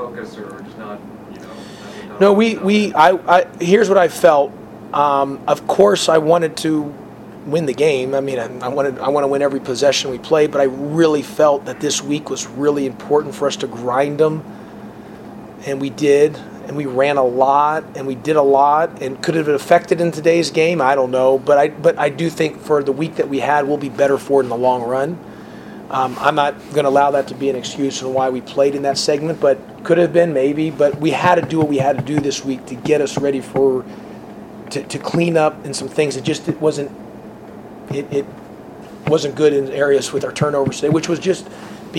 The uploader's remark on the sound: Postgame press conference following Virginia game.